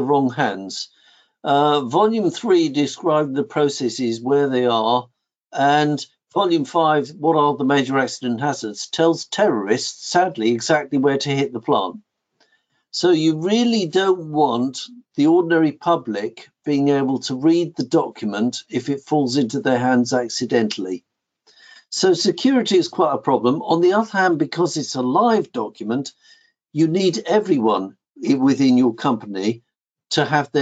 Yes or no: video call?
yes